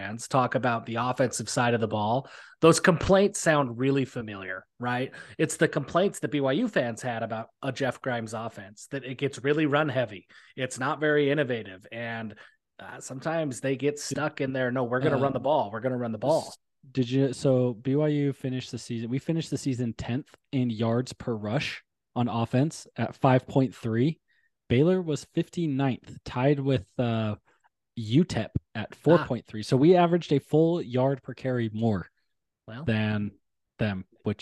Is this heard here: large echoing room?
no